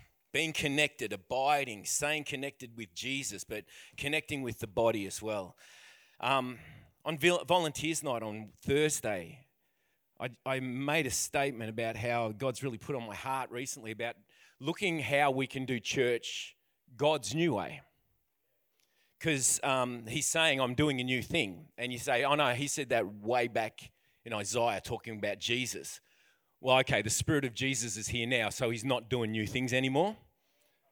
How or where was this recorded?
large echoing room